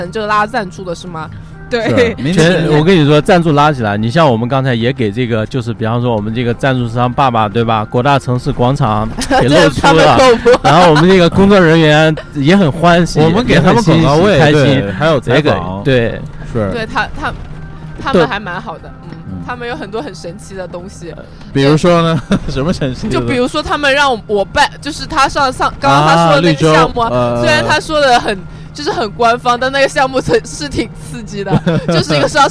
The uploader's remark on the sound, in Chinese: 2020年12月31日零点，酒嗝电台踏上了一辆没有目的地、所有人都可以随时上车下车，闪现24小时的喝酒巴士。从武林广场到滨江，从之江大桥到转塘，再从转塘到城西，酒嗝电台在公交车的颠簸中完成了本期节目录制。